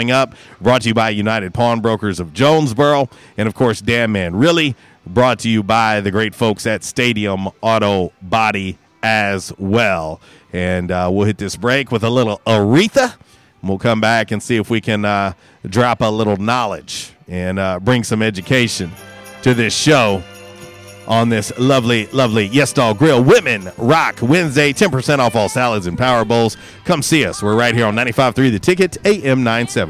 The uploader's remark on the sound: Was “Women Rock Wednesday” LIVE from YesDog Grill! On The Ticket 95.3 Fm/970 AM, Ritter Communications Tubetown 21!